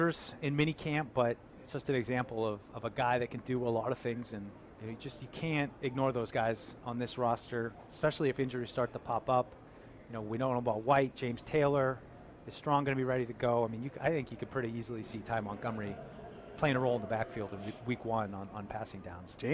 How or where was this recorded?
outdoors